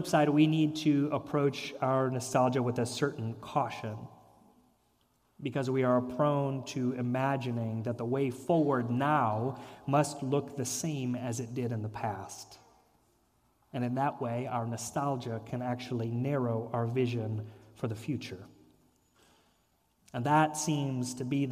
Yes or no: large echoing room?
yes